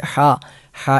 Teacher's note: ഹ യഹ് എന്നത് ഹ, ഹ ഇന് സുക്കൂൻ. ഹ എന്ന അക്ഷരം തൊണ്ടയുടെ മധ്യഭാഗത്ത് നിന്ന് ഐൻ ഉച്ചരിക്കുന്ന അതേ സ്ഥലത്ത് നിന്ന് തന്നെ പുറപ്പെടുന്ന അക്ഷരമാണ്